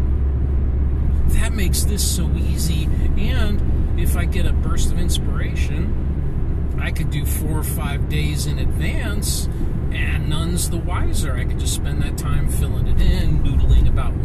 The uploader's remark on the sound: In a "commute episode", with the expected audio quality (or lack-thereof)